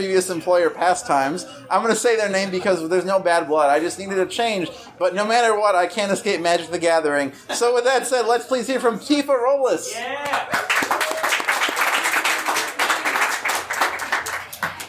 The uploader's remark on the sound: (from Seattle). We had a full, lovely house for this show, and a bunch of our great friends in the Pacific Northwest came out to share their pieces. There's a little bit of crowd noise here (we were sharing a coffee house with students studying for finals).